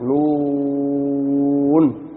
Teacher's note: طبعا عشان هو في اول الصور في الاحرف المقطعة فهيبقى اسمه مد لازم حرفي مخفف، مد عشان زاد على حركتين، لازم عشان بيلزم حالة واحدة اللي هي ست حركات، حرفي لانه في الاحرف اللي هي في اواد في فواتح الصورة الاحرف اللي هي المقطعة، مثقل مخفف لان الحرف اللي بعده مش مشدد ده ساكن.